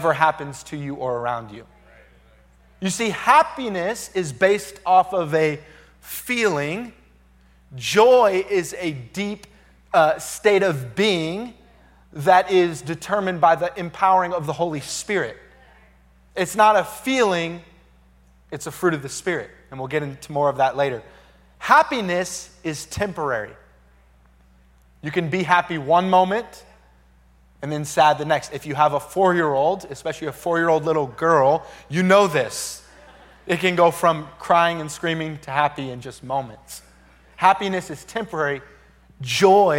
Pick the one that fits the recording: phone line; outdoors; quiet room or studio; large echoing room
large echoing room